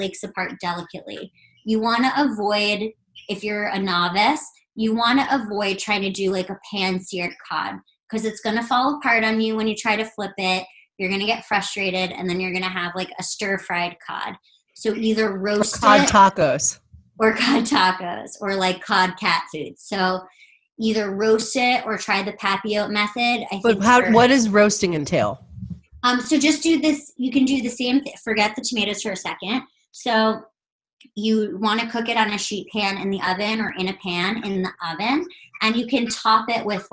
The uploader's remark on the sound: An Instagram Live Podcast